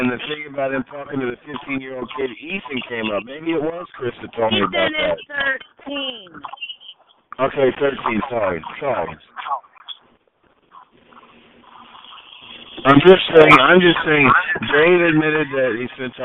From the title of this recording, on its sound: Conference Call